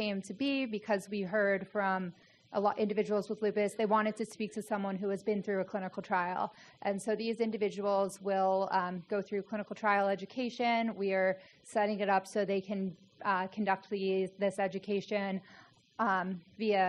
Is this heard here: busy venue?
yes